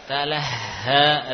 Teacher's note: letak makhraj ha bukan di sini, bukan di dalam dada, bukan di dada, namun di pangkal tenggorokan. Talaha, ringan, ringan.